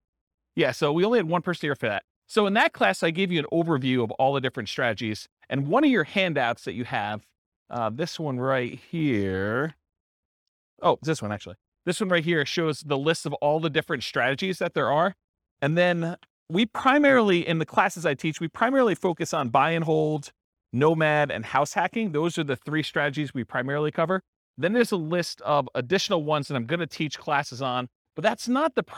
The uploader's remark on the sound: This was a live class recorded